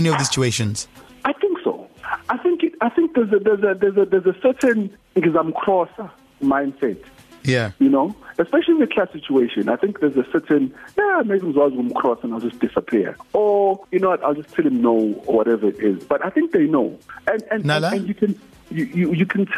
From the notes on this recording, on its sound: We Took A Call. Phoner.